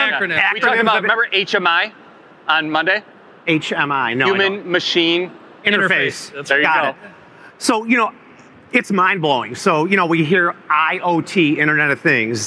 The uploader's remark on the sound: joined us live at IMTS